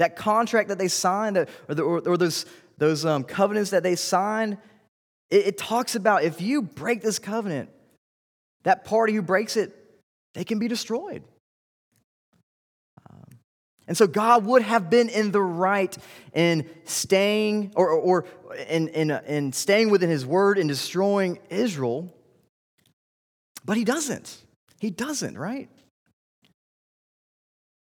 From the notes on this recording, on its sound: This series was delivered during the Wednesday evening General Study in Summer 2019 at Covenant Baptist Church, Valdosta, Georgia.